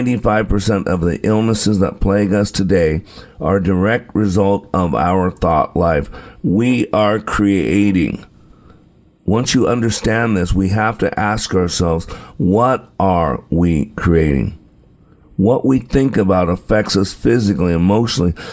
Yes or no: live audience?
no